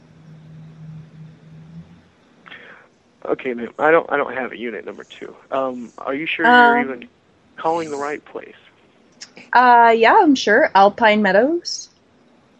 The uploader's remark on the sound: …'s Personal Prank Phone Calls Collection.